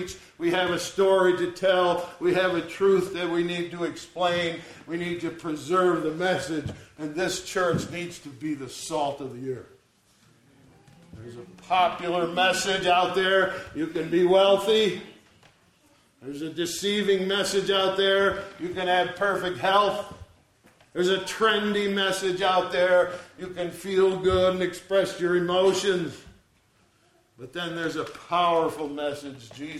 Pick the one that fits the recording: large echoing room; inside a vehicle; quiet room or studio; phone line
large echoing room